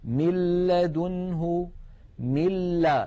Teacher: لاحظوا من الميم إلى اللام مباشرة، وننطق لاما مشددة ولم يبق من الغنة شيء